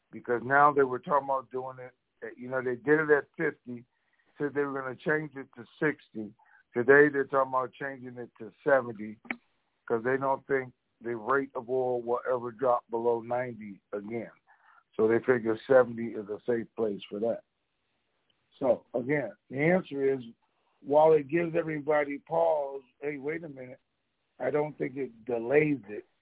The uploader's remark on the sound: TNTSuperfantastic Conference Call